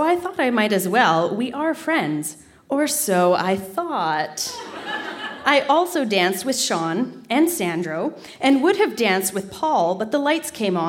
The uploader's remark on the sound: Recorded live at The Spice Factory in Hamilton.